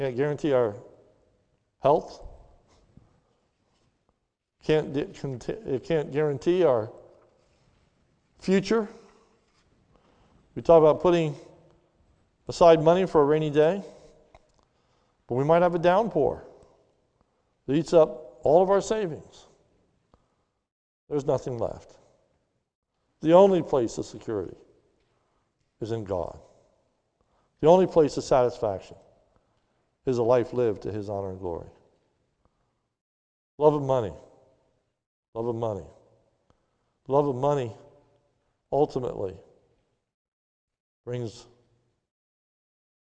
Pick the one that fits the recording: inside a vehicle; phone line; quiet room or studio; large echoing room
large echoing room